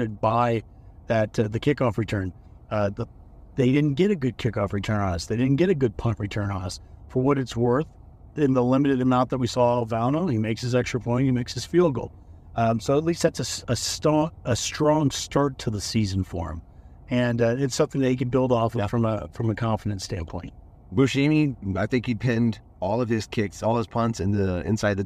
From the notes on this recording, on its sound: While driving home from Minnesota.